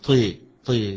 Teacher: قراءة شعبة عن عاصم وحمزة والكسائي وخلف بالإمالة للطاء